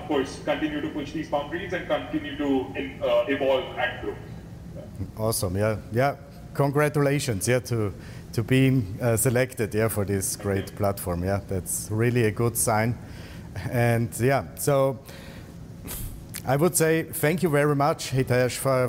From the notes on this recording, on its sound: joining in live from the marbella IRL Event